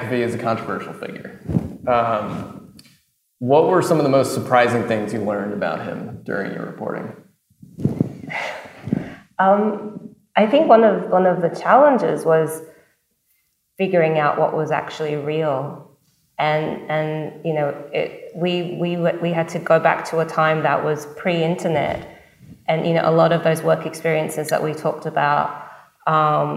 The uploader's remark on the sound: This bonus episode was recorded following a live production of “Foundering: The John McAfee Story” in San Francisco at the RSA Conference in April 2023.